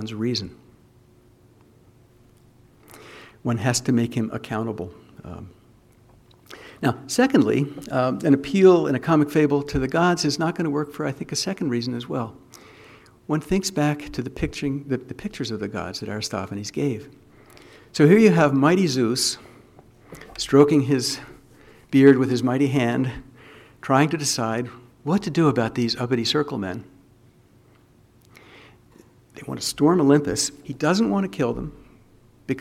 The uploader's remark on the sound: Audio recording of a lecture delivered on March 21, 2008. As part of the Formal Lecture Series.